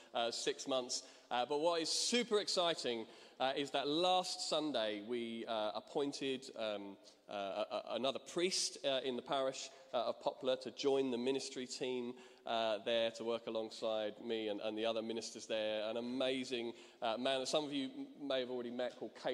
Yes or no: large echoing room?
yes